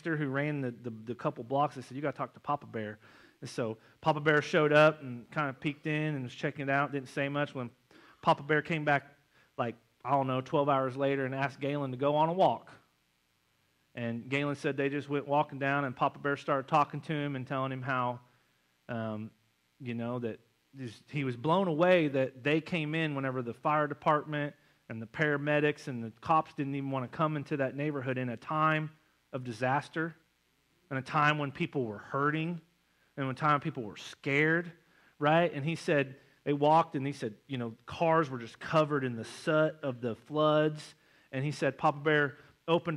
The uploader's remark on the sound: November 5th Missions Conference Sermon. At North Side Assembly of God in Springfield MO.